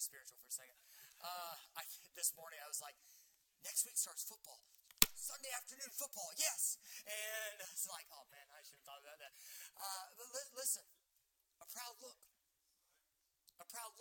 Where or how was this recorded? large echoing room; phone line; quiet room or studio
large echoing room